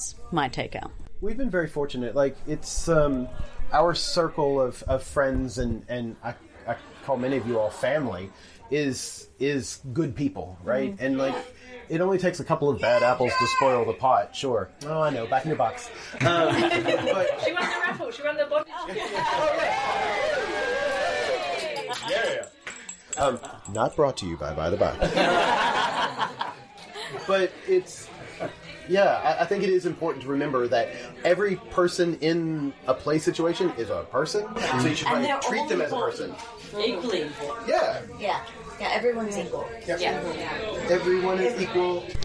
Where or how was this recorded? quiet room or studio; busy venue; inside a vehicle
busy venue